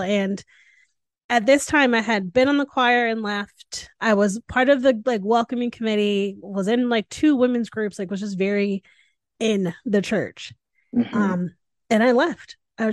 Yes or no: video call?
yes